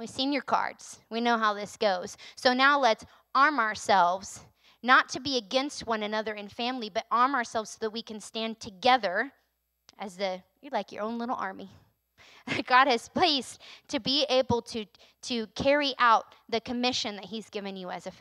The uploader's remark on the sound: recorded on Sunday, April 3rd, 2022, during service at The Anchor Church in Rockport, Maine